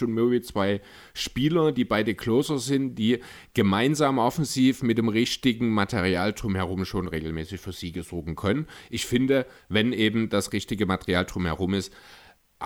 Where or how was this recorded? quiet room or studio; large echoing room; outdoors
quiet room or studio